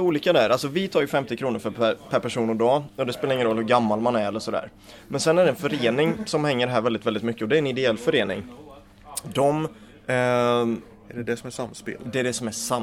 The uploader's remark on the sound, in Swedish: Inspelad 22 februari 2018 i Brädspelskafeét i Karlshamn.